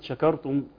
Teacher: كتير جدا يفخم الشين مع الكاف